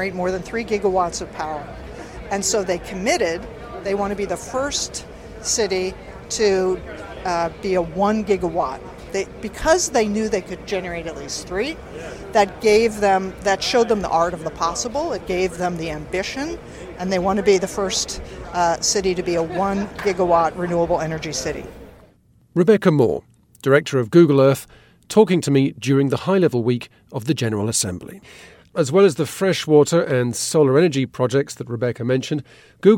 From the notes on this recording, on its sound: Recorded during High-Level week of the General Assembly, and featuring some of the many experts, UN officials and politicians who filled UN Headquarters during late September 2018.